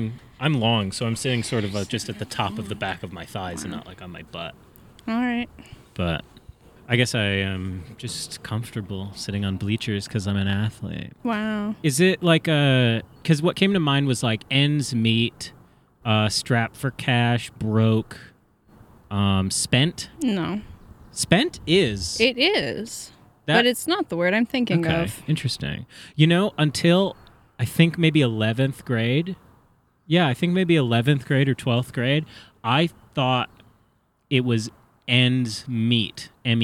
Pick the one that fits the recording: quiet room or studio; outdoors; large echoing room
outdoors